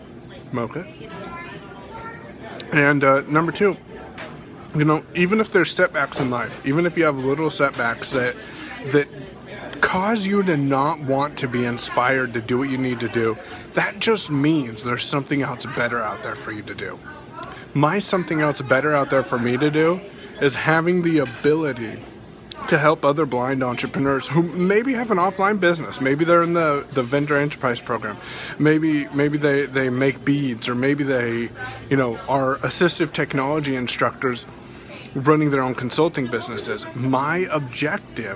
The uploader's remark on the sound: I recorded this scope while live at Starbucks today